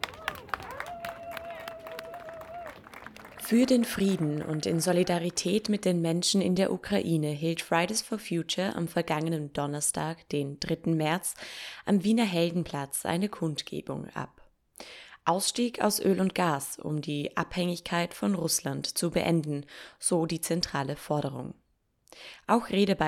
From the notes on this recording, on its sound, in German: Podiumsdiskussion im Weltmuseum Wien.